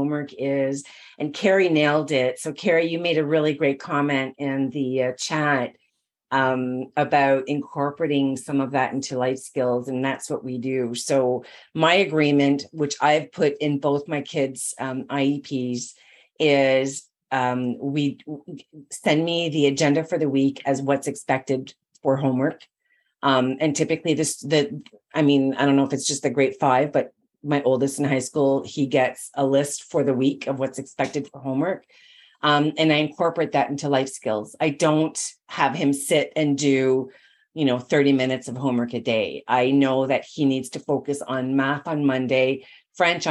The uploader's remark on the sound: this was initially recorded as a video webinar